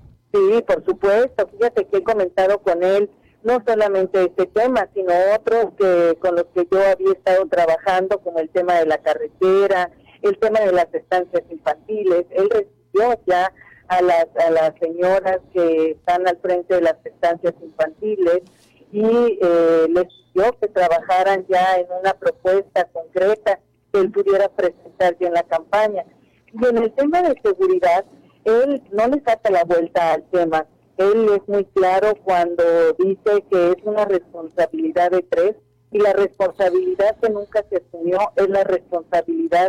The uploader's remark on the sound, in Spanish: Entrevista telefónica Oreja 102.5 FM. Cajeme.